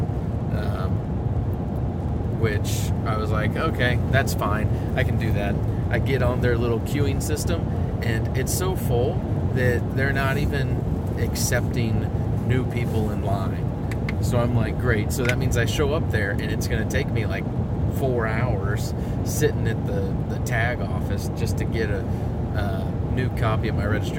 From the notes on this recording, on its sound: Stuck in the truck traveling to Missoula, Montana, as they head to Rendevous put on by BHA.